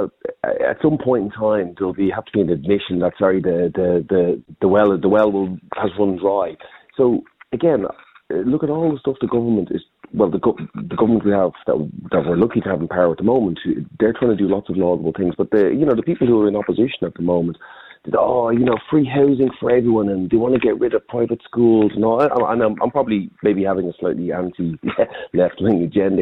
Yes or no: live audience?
no